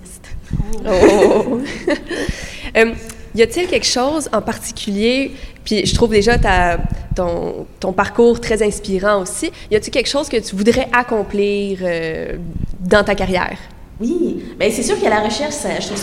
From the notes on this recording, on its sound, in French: Panel · Sujets Chauds en Recherche à la Nuit des Chercheuses et des Chercheurs. Élaborer un projet de recherche commun devant le public. Cet épisode est ponctué d’entrevues bonus enregistrées dans les coulisses de la Nuit. Studio: Bibliothèque des sciences de l'Université de Montréal.